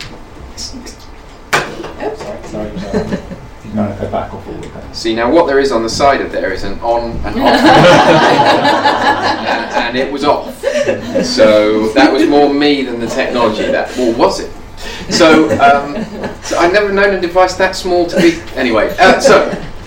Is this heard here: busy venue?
yes